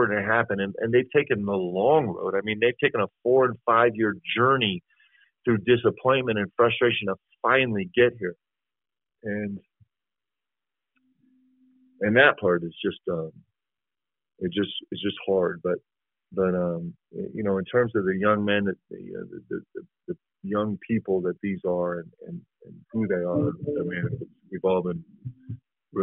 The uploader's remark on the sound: spoke with the media via a teleconference